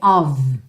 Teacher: OF com um F só tem som de V